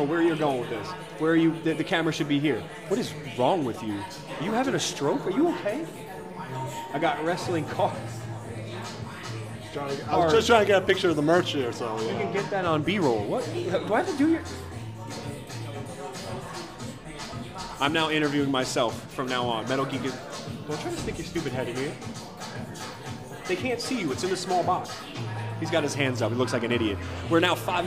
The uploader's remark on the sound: live from el bochitos